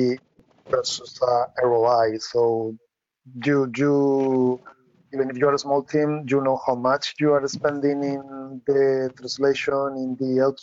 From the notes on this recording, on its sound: This podcast episode is the recording of an online experts panel.